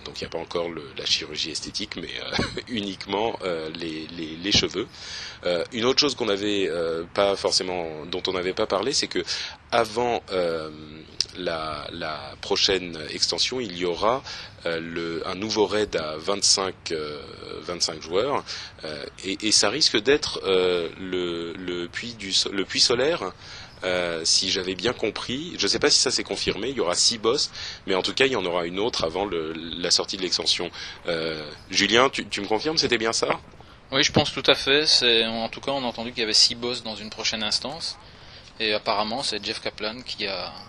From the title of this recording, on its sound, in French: En direct de la Blizzcon